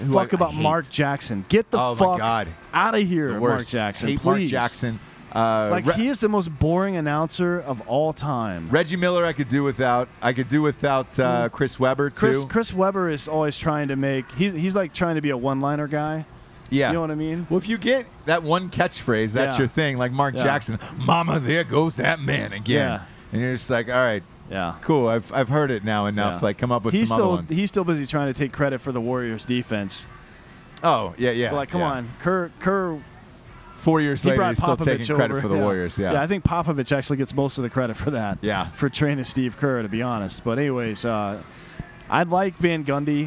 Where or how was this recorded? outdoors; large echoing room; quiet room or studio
outdoors